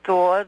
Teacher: Lots of words where the final R, like stores, are pronounced as a vowel.